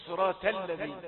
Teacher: لأنه داخل على اللام المرققة فيرقق لها الطاء